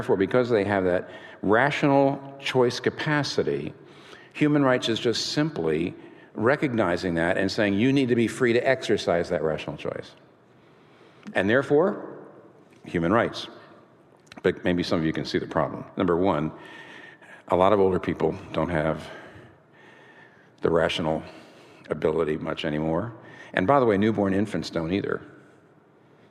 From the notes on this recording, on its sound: This talk was recorded before a live audience on April 11, 2019 in New York City.